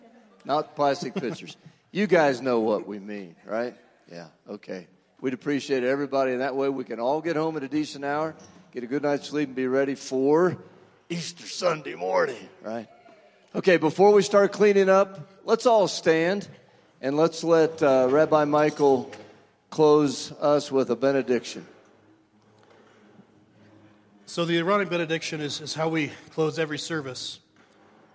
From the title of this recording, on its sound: Woodland Life Church Live